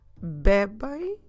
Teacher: stress the be, which is the second to last syllable, bebem. And then in the end, we do the sound ain.